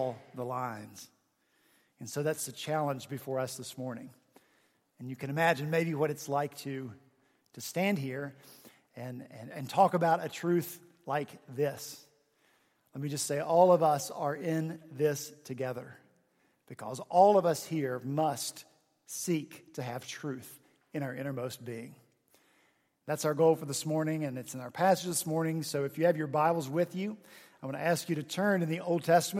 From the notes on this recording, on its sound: at Redeemer Presbyterian Church in Charleston, SC